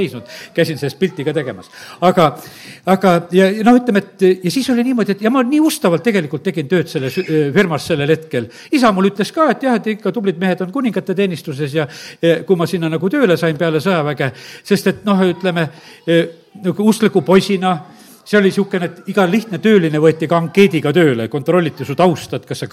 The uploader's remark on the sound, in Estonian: Audio salvestus koosolekult